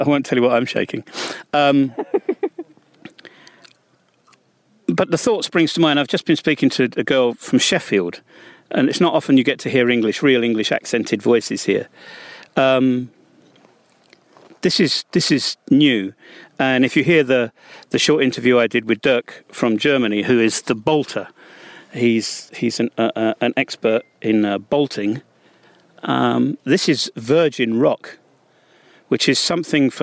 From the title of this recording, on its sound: On the Rock Face at the Drill and Chill Festival near the Banja Luka